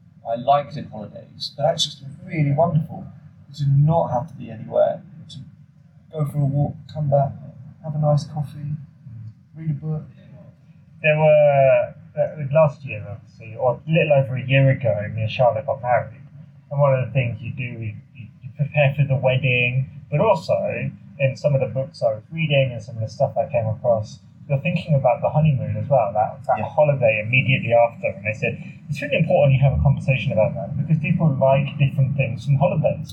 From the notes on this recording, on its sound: Living it up in Spain. Quite literally recorded on a windy balcony in Spain.